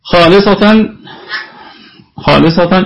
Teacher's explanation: الخاء هنا في أعلى درجات التفخيم لأنها مفتوحة وجاء بعدها ألف